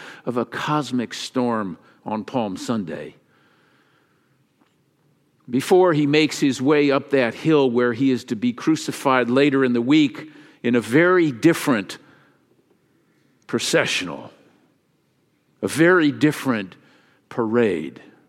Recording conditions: large echoing room